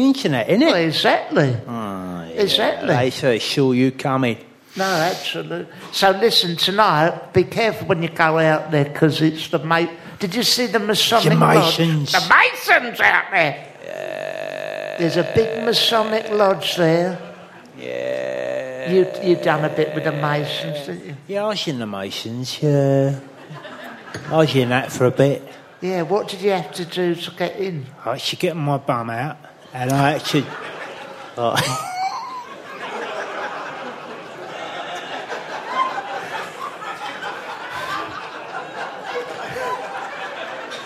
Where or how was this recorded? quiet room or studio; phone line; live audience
live audience